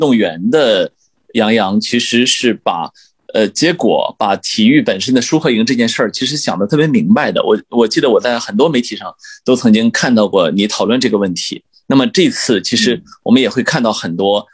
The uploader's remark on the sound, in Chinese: 本期节目的录制是用某会议软件录制的，音质不会像使用专业的设备那样清晰。